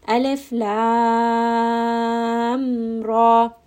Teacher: so you see, I completely stopped the lam. I said lam, ra. So there is no idgham here. So I'm not saying lam ra. · you are not merging the lam with the ra. There is no idgham happening here. Lam, you just pause, it's done. · Term: mukhaffaf